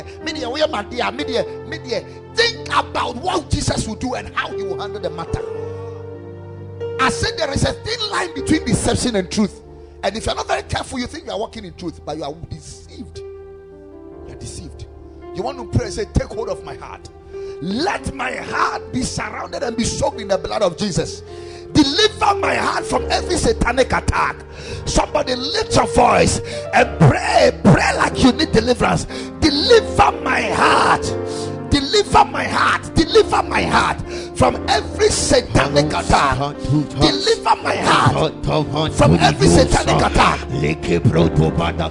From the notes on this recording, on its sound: Preached at the Ekklesia Chapel